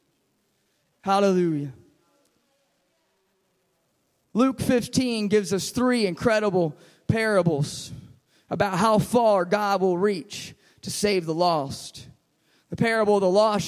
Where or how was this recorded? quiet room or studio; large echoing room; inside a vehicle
large echoing room